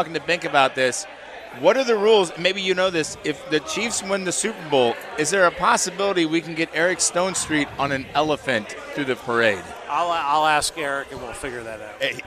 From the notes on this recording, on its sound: live from Cinder Block Brewery